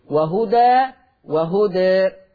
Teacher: طب لما أقف هرجع الألف، يبقى إذن هذا اللفظ فيه الفتح والتقليل